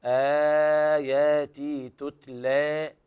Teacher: ليس لنا إلا فتح ذات الياء تتلى كما يقرأ أغلب القراء وإذا قرأنا بالتوسط أربع حركات فليس لنا إلا التقليل